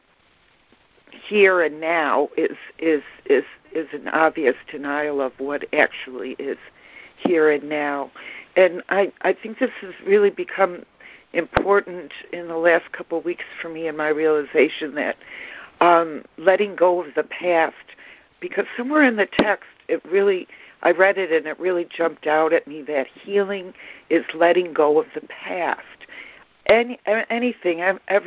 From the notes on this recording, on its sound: ACIM Daily Conference Call.